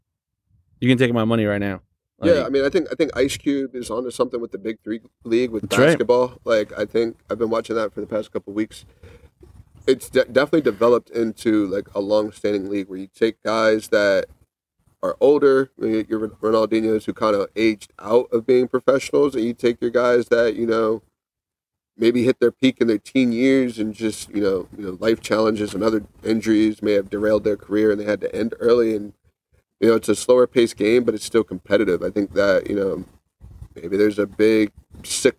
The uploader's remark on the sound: We're recording from the field! Record live from the DE Union Diamonds camp.